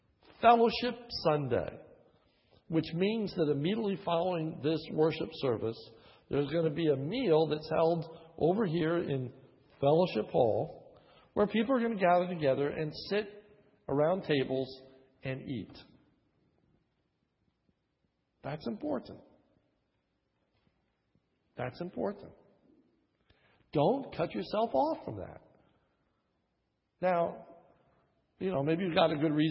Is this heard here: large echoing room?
yes